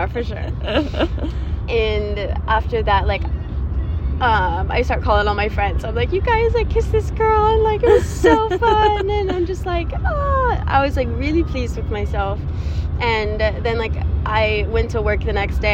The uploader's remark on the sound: jumps on the podcast live from the back of a taxi in Paris